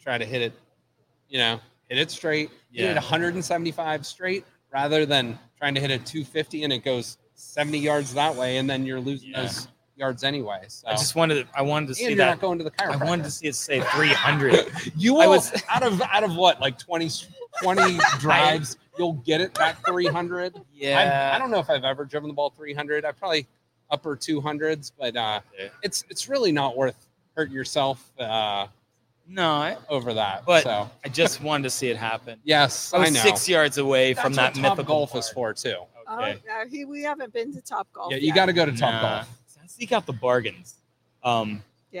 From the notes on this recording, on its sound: broadcast live from Penguin City Brewing!